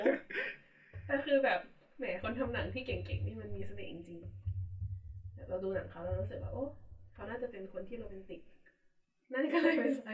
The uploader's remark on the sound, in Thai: ต้องขออภัยเป็นอย่างสูง หากคุณภาพเสียงจะแย่มากๆ เนื่อจากมีความผิดพลาดทางเทคนิคเล็กน้อย.